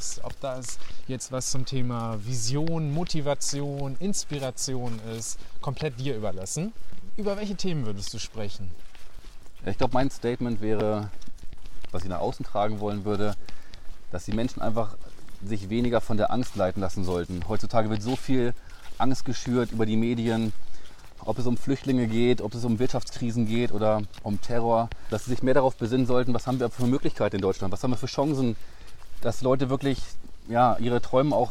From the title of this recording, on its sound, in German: Auf einen Spaziergang